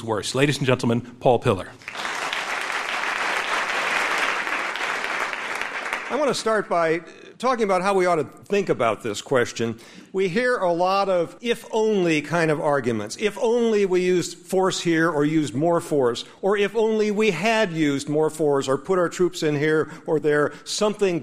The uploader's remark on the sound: Before the debate, the audience at the Kaufman Music Center in New York voted 26 percent in favor of the motion and 31 percent against, with 43 percent undecided.